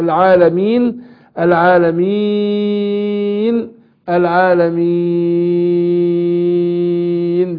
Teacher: هنا ايه، هنا اسمه عارض للسكون، عارض للسكون، بس هنا النون مفتوحة، فهنا يبقى فيها ثلاث اوجه جائزة، ممكن اقف على حركتين او اربعة او ستة